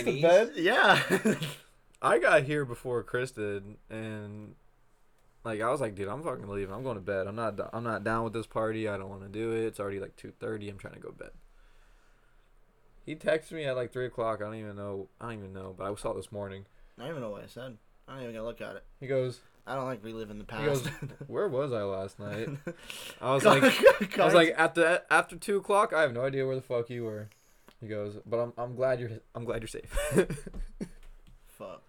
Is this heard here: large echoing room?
no